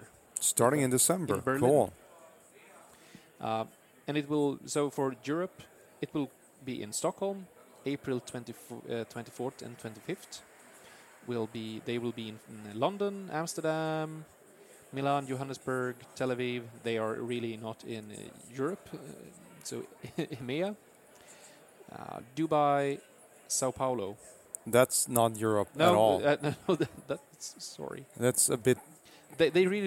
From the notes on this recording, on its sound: In the sixth and final episode recorded at Microsoft Ignite in Orlando.